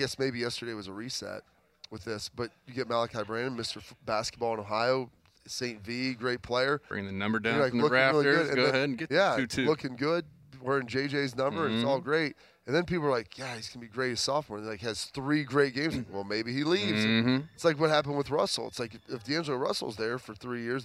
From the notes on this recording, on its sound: The Lettermen Live crew as they returned to Roosters in Columbus after their trip on the Buckeye Cruise last week.